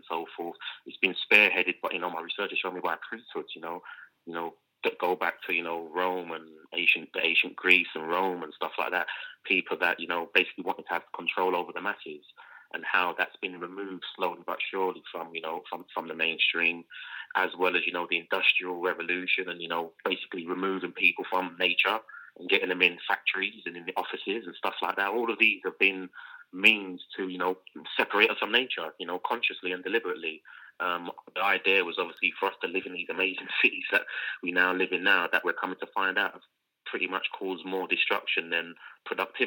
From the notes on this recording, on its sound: joined live on the line from Amsterdam